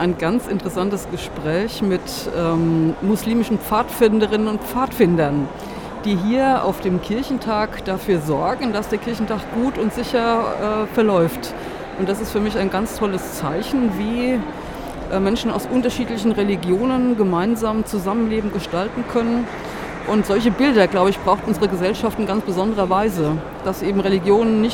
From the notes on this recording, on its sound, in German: auf dem evangelischen Kirchentag 2017 in Berlin